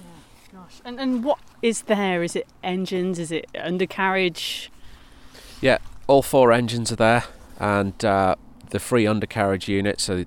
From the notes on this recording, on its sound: They were recording sat at the memorial site on Bramah Edge.